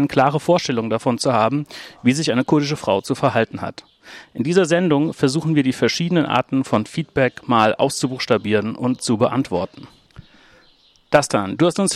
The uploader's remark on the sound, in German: In dieser Ausgabe von »ILTIS in Bermudas«, die wir in einem Wirtshaus in der Neckarstadt aufgenommen haben